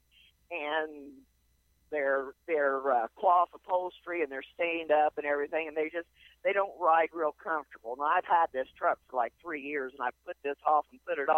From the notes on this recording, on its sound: Call in Question and Answer Show